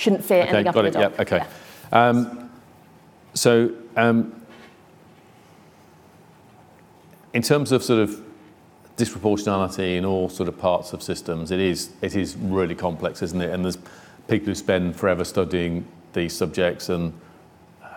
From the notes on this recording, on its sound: a Q&A with the in-person and online audience